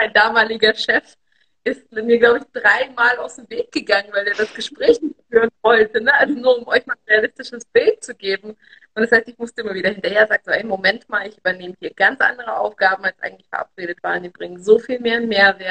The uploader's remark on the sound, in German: Aufzeichnung des Instagram-Live